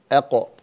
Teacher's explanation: القاف تخرج من أقصى اللسان مع ما يحاذيه من الحنك الأعلى